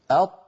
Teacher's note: تجد بأن صوت الطاء محصور بين قبة الحنك واللسان. استعلاء الحرف وانضغاطه إلى على الفم يعطيه قوة، لكن إن كان هذا مقرونا مع انحصار للصوت هذا يعطيه قوة أكبر.